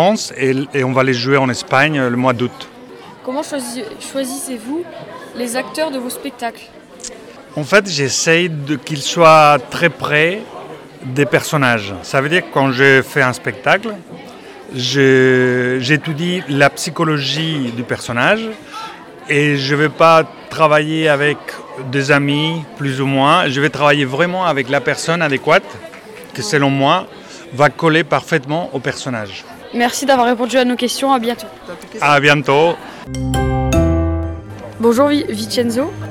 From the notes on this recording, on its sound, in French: Le festival vidéo d'Auchel. Aller dans les allées du festival vidéo d'Auchel.